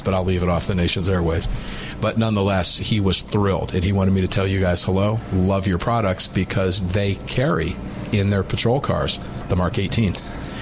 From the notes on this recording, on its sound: live from Daniel Defense